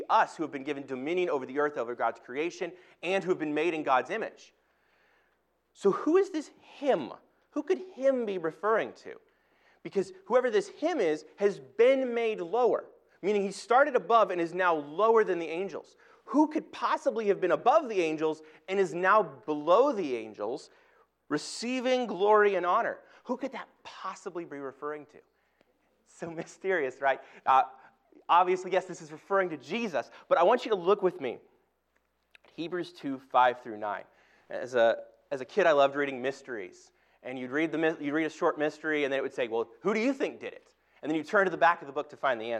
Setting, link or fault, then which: setting, large echoing room